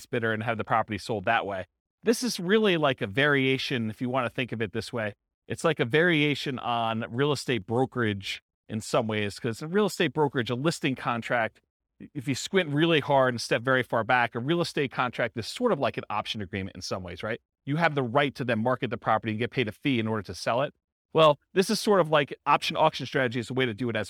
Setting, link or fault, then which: setting, live audience